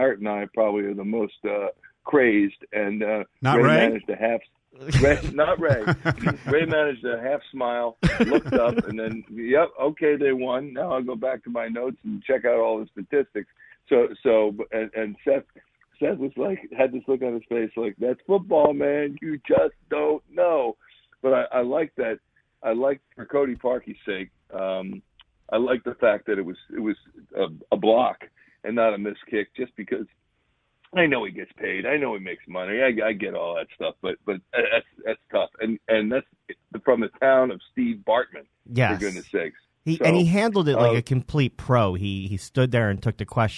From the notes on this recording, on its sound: Called in to hep us preview Eagles Saints.